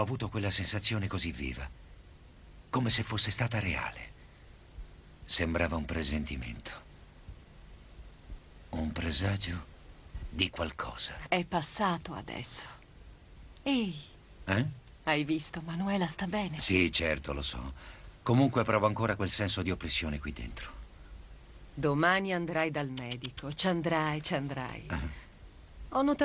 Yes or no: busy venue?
no